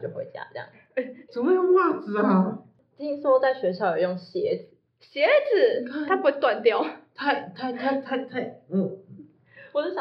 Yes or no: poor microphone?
yes